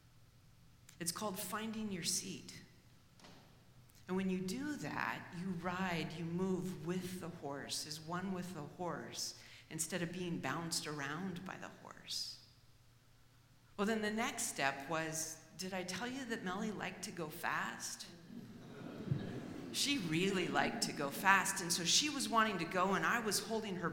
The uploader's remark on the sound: Live at The Old Church Concert Hall in Portland, OR Portland Story Theater.